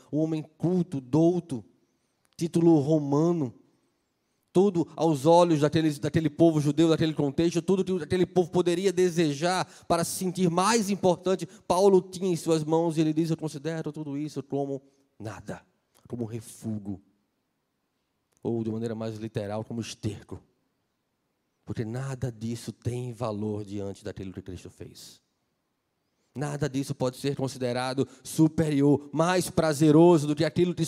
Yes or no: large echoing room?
yes